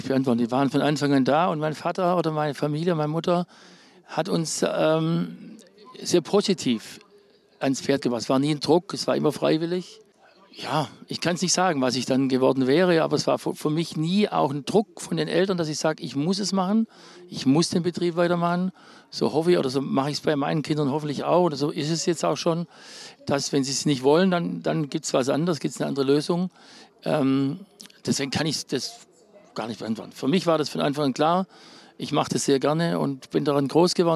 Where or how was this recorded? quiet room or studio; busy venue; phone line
busy venue